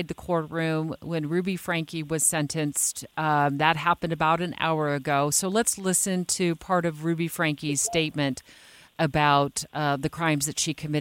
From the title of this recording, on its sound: Live from outside the courtroom